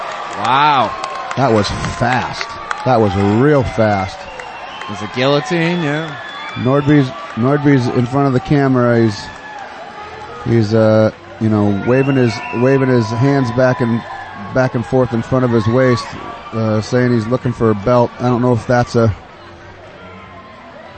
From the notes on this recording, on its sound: Recorded live at CES 41, Friday Jan 27 at Twin River Casino in Cranston, RI.